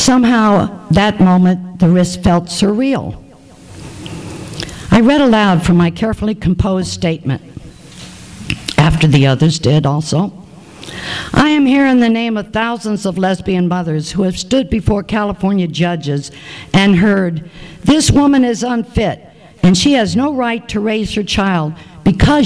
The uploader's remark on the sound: THIS EVENT WAS RECORDED LIVE AT SKYLIGHT BOOKS.